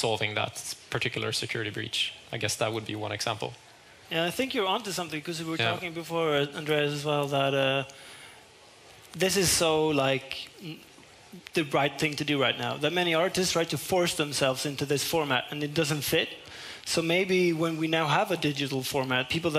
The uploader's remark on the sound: Live at Stockholm Fotografiska